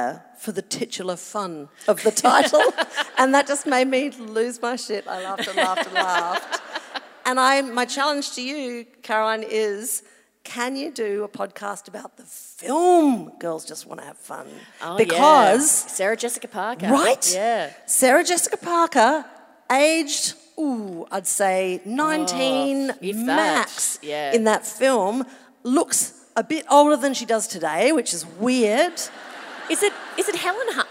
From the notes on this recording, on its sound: The Chat 10 Looks 3 live show at Hamer Hall, Melbourne.